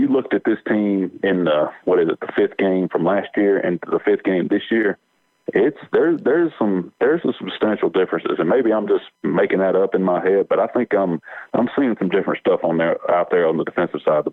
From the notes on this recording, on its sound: Solo in the recording process at home. On the phone line.